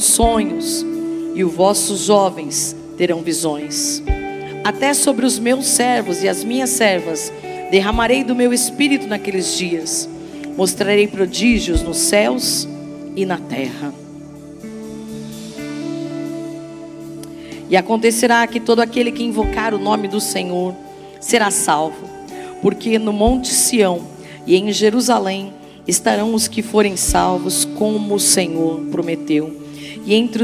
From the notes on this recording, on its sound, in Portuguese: Culto de Celebração